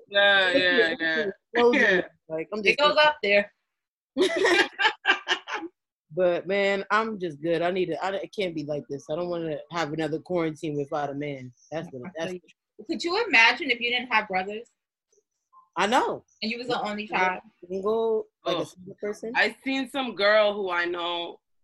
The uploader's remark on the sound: The girls connect via zoom